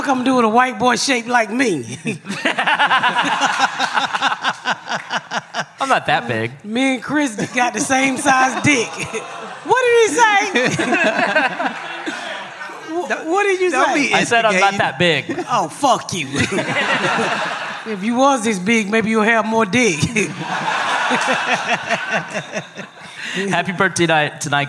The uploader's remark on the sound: Live from Skankfest Southwest. We are live this week at Skanfest Southwest!